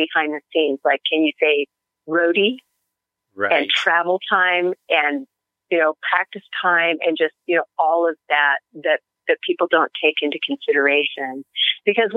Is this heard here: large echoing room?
no